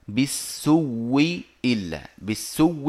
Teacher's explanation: إبدال الهمزة واوا مكسورة ثم إدغام نعم. الواو الأولى في الواو المكسورة فتصير بالسو فتصير فيصير نطق الآية هكذا إن النفس لأمارة بالسوء إلا ما رحم ربي هكذا نعم. · Term: الإبدال مع الإدغام